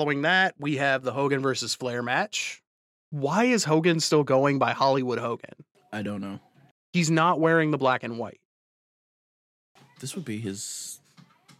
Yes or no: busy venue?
no